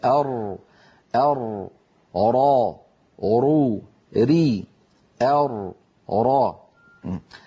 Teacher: من طرف اللسان مع ما يحاذيه من اللثة قريبا من مخرج النون · Term: حرف الراء